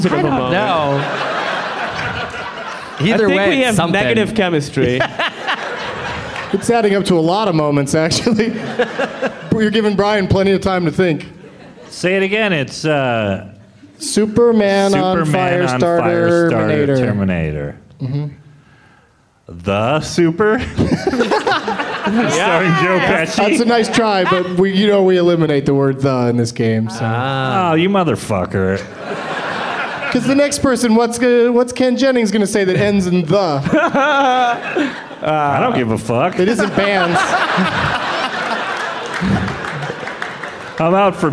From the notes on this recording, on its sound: Live from Day One of Bumbershoot in Seattle, WA